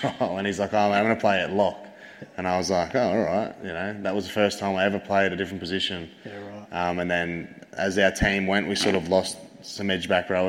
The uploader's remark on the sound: Live Show Audio. The audio from our live show.